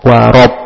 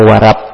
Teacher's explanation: Ro-nya huruf tebal. Ro tebal dibaca O. · Shown in: first take